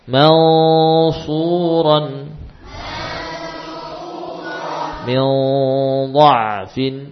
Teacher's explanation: pengucapan nun yang bertemu sad seperti nun yang bertemu sin tapi ditebalkan · Term: tafkhim